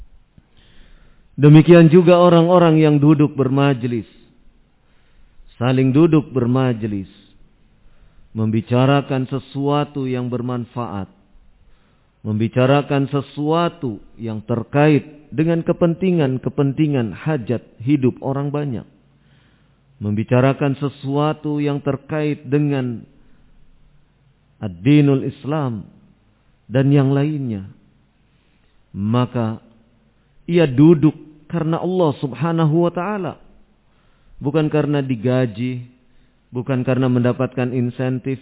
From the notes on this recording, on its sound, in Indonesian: Audio Rekaman Kajian. Tempat : Masjid Annur, Ma'had Dzunnurain Limo Depok.